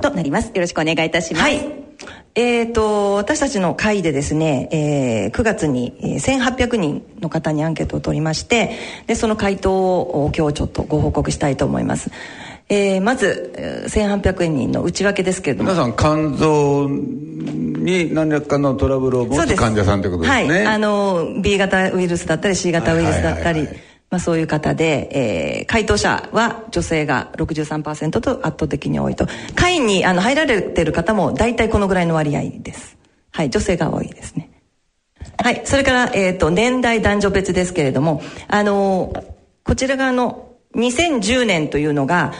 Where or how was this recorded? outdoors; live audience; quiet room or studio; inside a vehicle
live audience